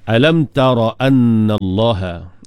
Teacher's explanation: Alam tara anna Allah. Ara tu tak panjang kan, pendekkan, tak ada mat di situ. Alam tara an, dengung bagi cukup.